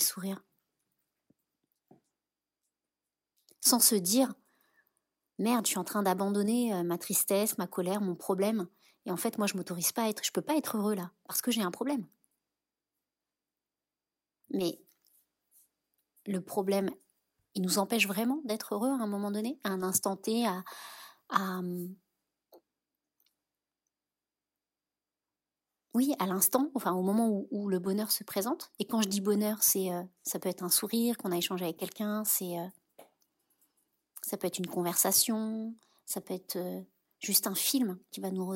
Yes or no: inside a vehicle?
no